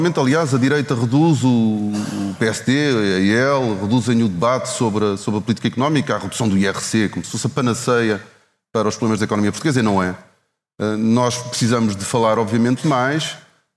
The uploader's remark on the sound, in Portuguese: episódio especial ao vivo no Festival de Podcasts do Expresso